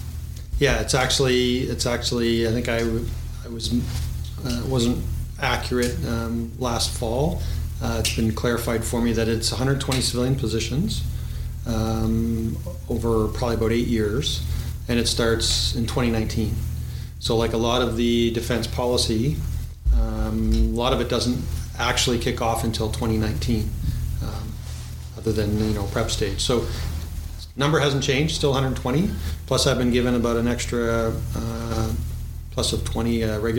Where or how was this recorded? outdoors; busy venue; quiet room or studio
busy venue